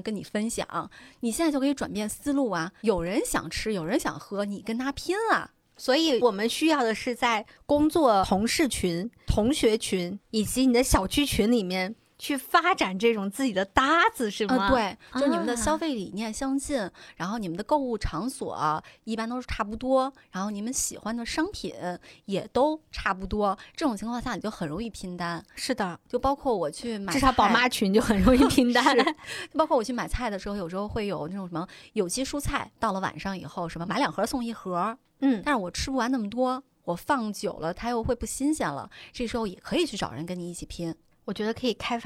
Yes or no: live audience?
no